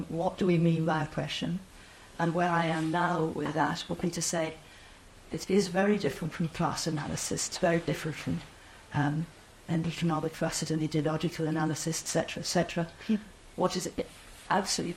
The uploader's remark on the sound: All four speakers give brief talks then open it to discussion with the audience.